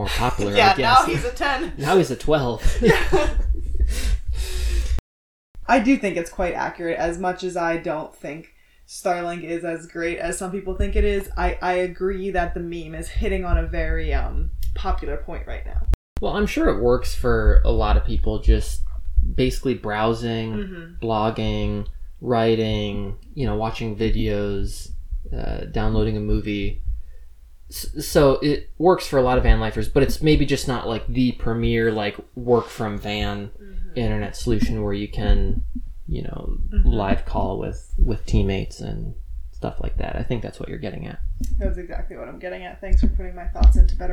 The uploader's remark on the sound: Stick with us on the crumby audio, we ordered a new mic!